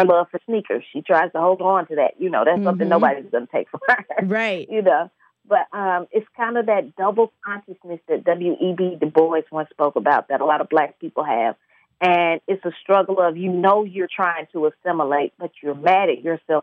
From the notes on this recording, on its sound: via phone line